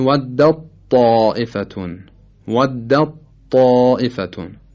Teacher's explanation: مورد سوم ادغام تا در طا هست، تی دو نقطه در تین، مثل ودت طائفتون، ودت طائفتون که اینجا تا در طا ادغام میشه و میشه ودت طائفتون، ودت طائفتون، تا کاملا از بین میره و طا مشدد تلفظ میشه